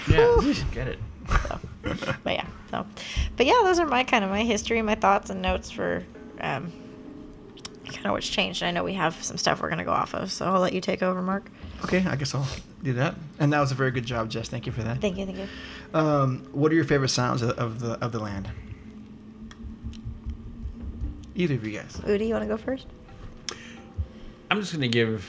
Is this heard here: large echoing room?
no